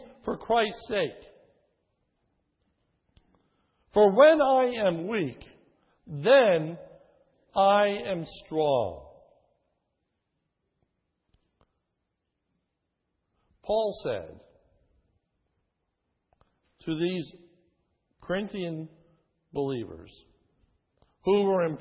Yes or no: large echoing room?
yes